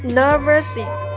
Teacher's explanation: Nervous 和 in 也有一个轻轻的连读的部分